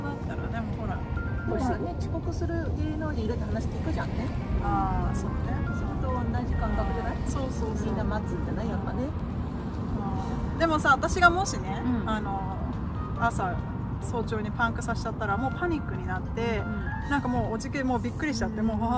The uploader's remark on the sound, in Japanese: 今回のエピソードは屋外で緊急収録したため雑音が非常に多いです。そのレッカー車待ちの間に緊急収録をする運びとなりました。